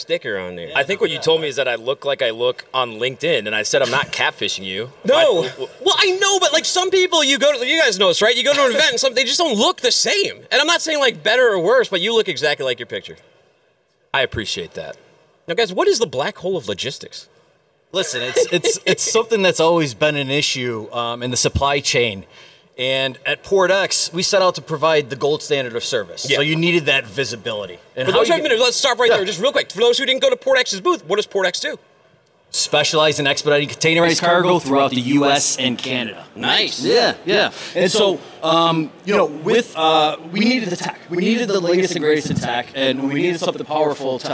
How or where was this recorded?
busy venue